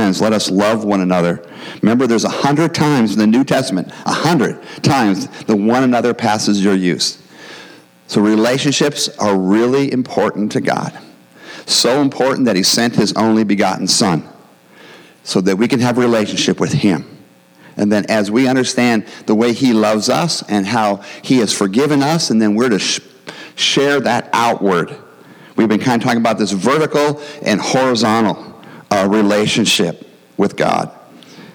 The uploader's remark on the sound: the gospel preached at our church on Sunday